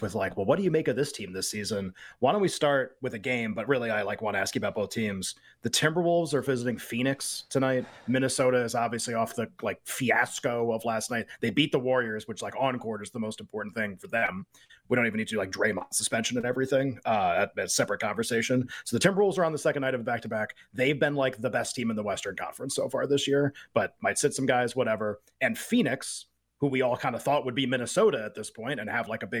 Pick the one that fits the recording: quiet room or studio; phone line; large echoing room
quiet room or studio